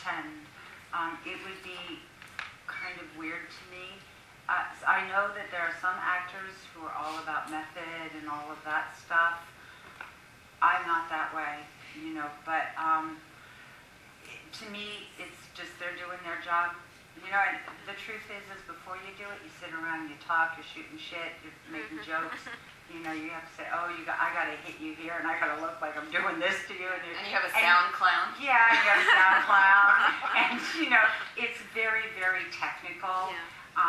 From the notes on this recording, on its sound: recorded during Philadelphia’s QFest (Queerfest)